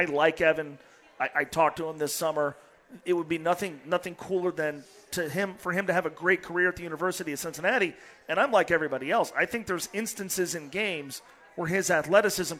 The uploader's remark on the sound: Live from Twin Peaks in West Chester.